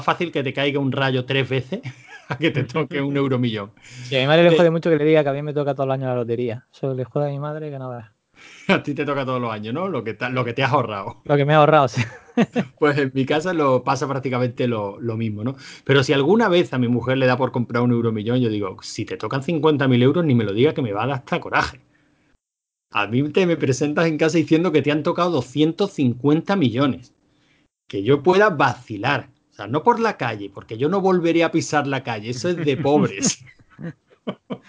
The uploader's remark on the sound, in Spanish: Tres pollaviejas una galleta y un micro, el resultado es tal cual se ha grabado por Skype, sin trampa ni cartón, ni música, ni acordeón.